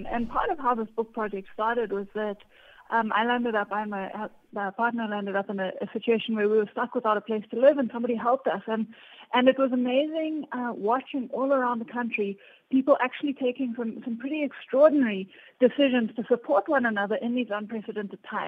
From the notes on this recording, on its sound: Guest on the line